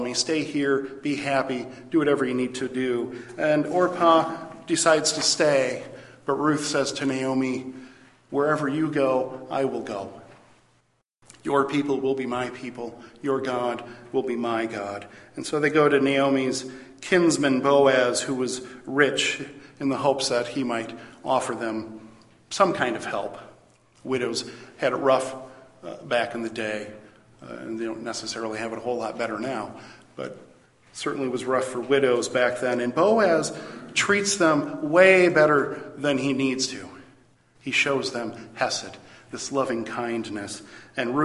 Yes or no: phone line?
no